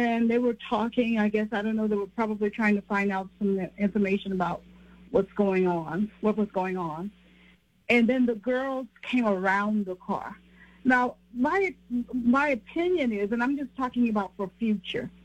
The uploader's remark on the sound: Takes your phone calls on News Radio KKOB.